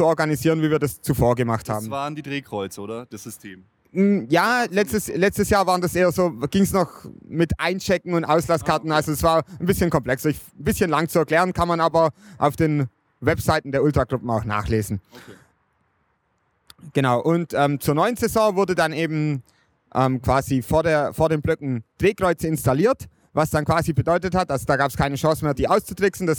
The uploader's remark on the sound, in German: Wir waren live in der Südkurve und haben uns die Sache mal direkt angeschaut und zahlreiche Interviews mit Fans und Ultras geführt, um die Sache mal genauer zu beleuchten. Sowohl vor dem Spiel, als auch danach sowie mitten in der Kurve haben wir für euch aufgenommen. Mit viel Singen, Klatschen, Springen und absolut ohne Aufnahme von Nährstoffen.